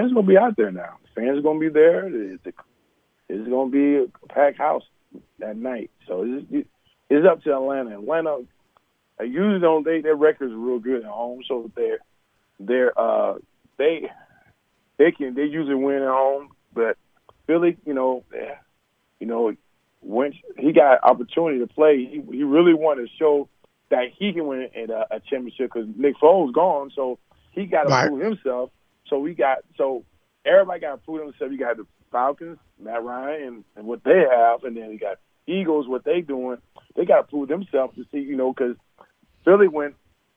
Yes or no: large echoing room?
no